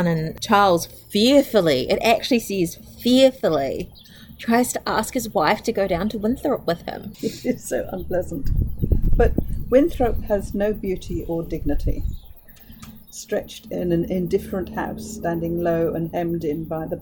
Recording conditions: outdoors